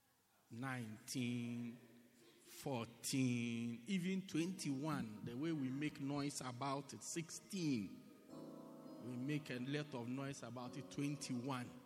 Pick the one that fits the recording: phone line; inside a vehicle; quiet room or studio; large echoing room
large echoing room